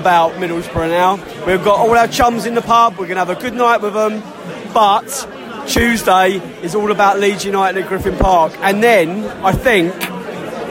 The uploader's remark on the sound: post-match podcast from the pub